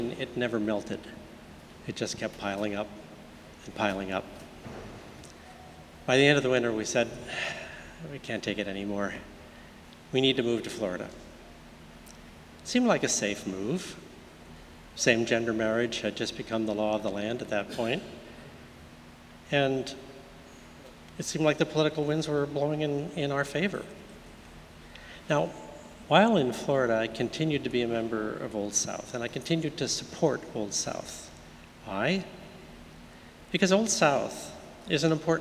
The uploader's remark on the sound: Sermons from Old South Church in Boston